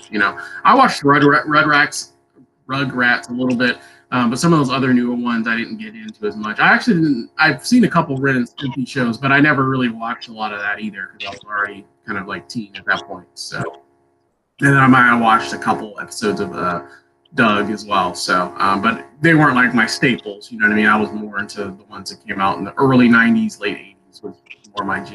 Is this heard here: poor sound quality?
yes